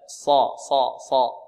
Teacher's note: صدرك عندنا الصاد مفخمة، ولا نضم الشفتين في الصاد، لا نقول صدرك ص، لا، ص ص ص.